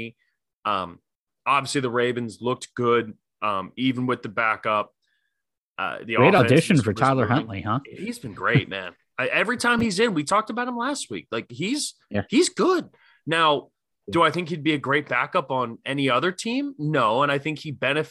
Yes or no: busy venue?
no